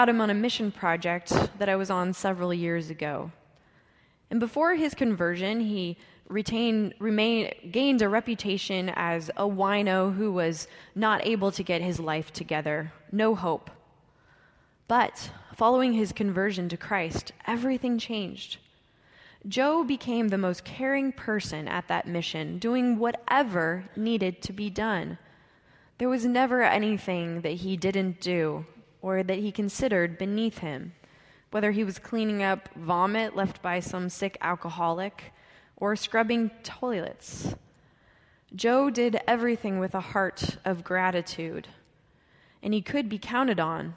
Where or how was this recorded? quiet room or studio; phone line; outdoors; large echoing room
large echoing room